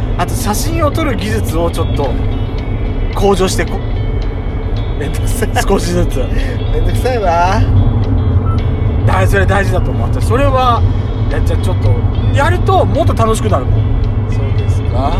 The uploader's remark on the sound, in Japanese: ドスドライブ収録。ロードノイズゴメンね。